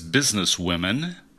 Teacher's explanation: Some people wrote that the E of business is a short E or a schwa, but I pronounce it like a short I, and I think a lot of people do, most people do.